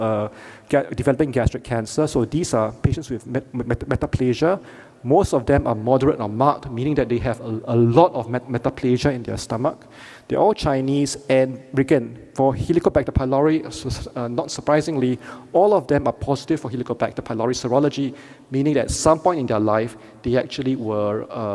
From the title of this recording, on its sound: Keynote Lecture